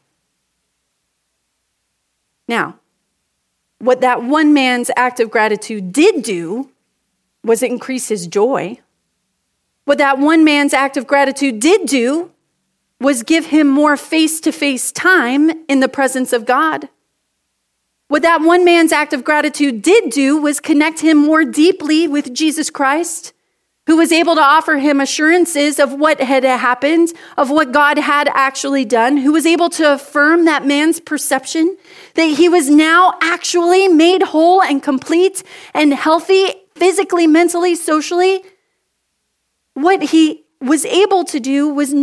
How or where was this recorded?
large echoing room